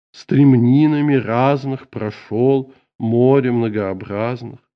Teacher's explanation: Созвучие затрагивают и консонанты. Так отчетливо заметна аллитерация на «р».